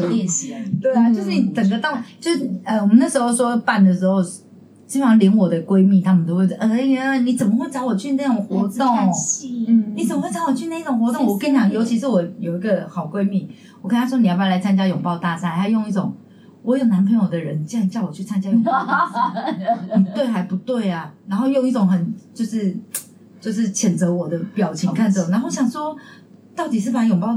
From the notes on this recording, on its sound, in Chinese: 本集聲音會有些雜音。